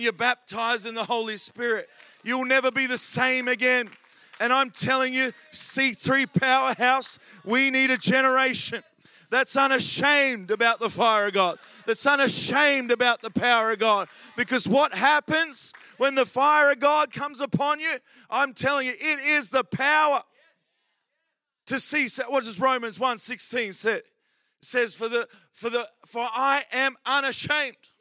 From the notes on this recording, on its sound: Recorded during our Melbourne East service.